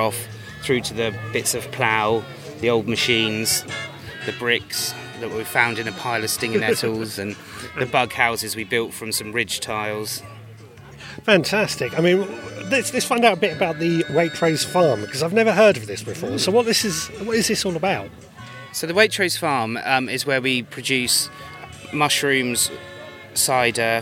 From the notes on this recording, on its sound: My visit to gardeners world live spring show. I have taken a trip to gardeners world live Spring fair.